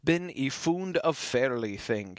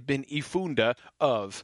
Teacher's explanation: Ifunde and of, they would just kind of slide together. · Shown in: first take · You wouldn't say bin ifunde of.